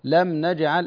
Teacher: الميم ليست من حروف القلقلة، الميم سكنها تماما